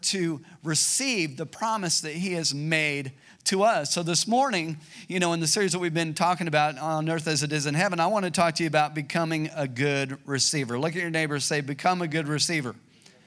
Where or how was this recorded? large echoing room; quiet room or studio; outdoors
large echoing room